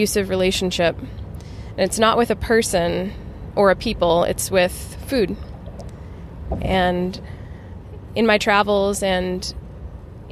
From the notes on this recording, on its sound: This episode is an audio journal. Part I was recorded in the car on the way to the ceremony. Part II was recorded 5 days after the experience- it’s a conversation with one of my partners. Between the sections we have included recordings of the Bwiti songs which were played during my ceremony.